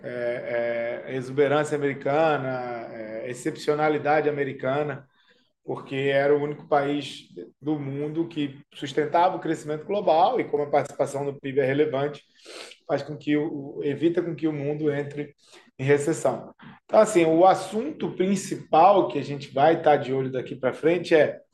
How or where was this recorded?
video call